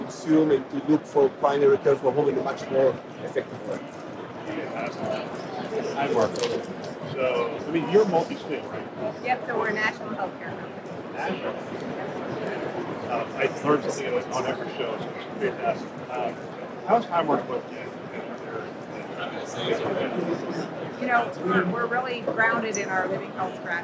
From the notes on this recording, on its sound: live from HLTH '22